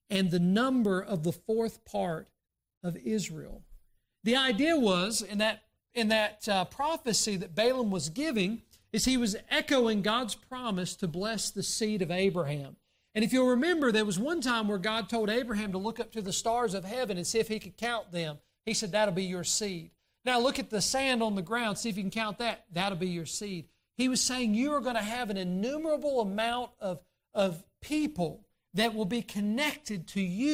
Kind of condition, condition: setting, large echoing room